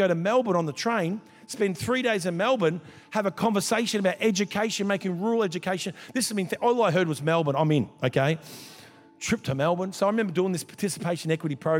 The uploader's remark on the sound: This was recorded in our 5pm service